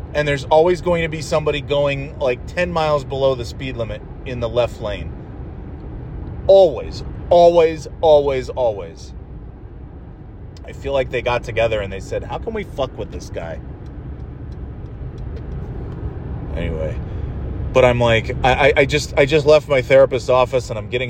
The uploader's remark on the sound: Monday Night Driving Podcast. Driving home from therapy and chattin' it up about traffic and more thrilling topics.